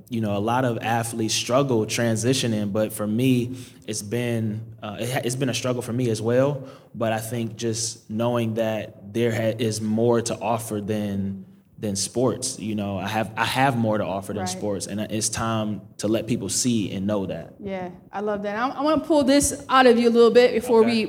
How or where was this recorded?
live audience